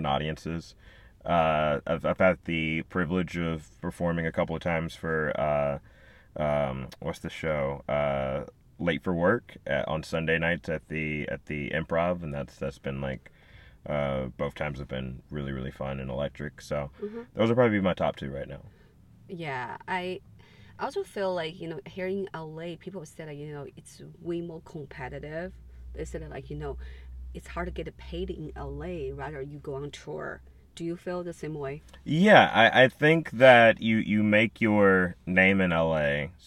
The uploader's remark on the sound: In The Car